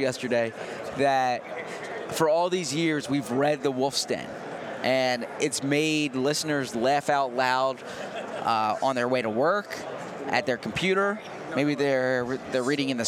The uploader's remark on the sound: Live from radio row at the Super Bowl in Las Vegas.